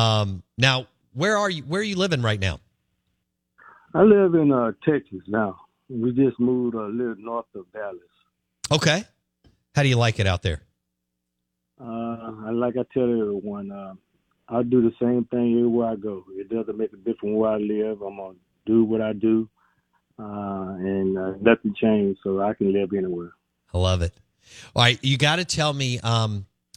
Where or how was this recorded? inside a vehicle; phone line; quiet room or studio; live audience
phone line